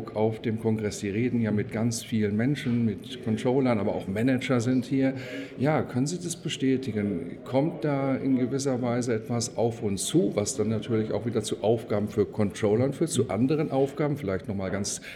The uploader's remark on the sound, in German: Der Performance Manager Podcast war live vor Ort und hat auf dem größten Controller-Fachtreffen Europas mit den Who‘s Who im Controlling geredet